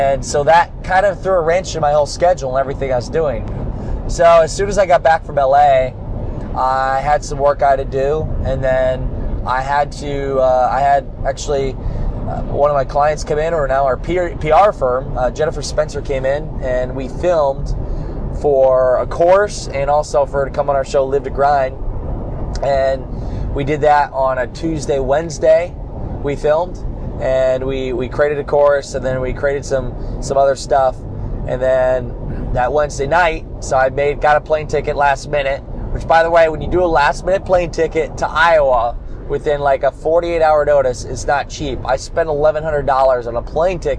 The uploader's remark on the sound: Why I’m driving back from Miami right now.